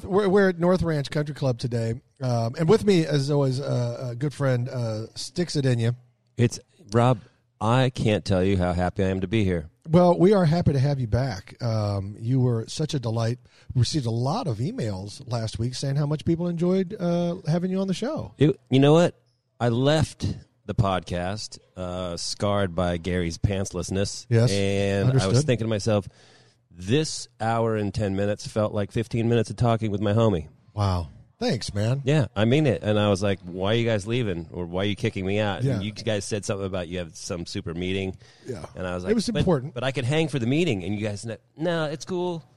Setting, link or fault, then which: setting, busy venue